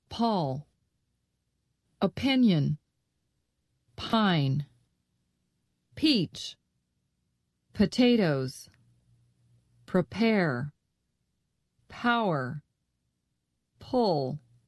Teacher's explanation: There should be absolutely no voice on this sound, only air. · Term: P sound